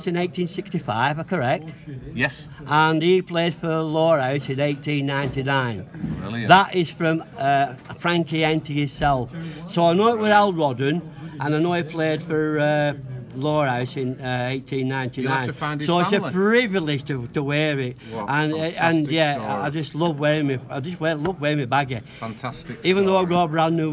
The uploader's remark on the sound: records a special podcast at half time versus Littleborough with many a supporter